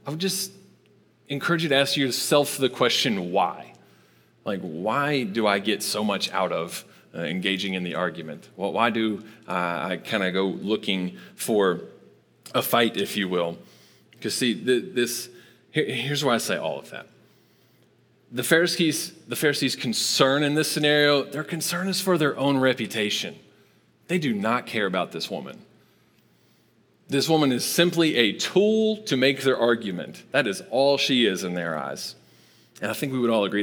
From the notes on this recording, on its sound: Recorded live at Long Hollow Church on September 6, 2022.